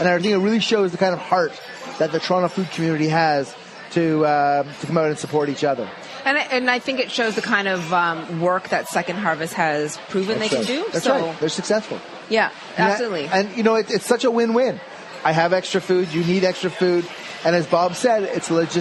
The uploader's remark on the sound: broadcasts live from the 25th anniversary of Toronto Taste